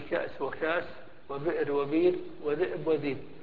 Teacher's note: الهمزة الساكنة يجوز فيها التخفيف بقلبها إلى حرف من جنس الحرف السابق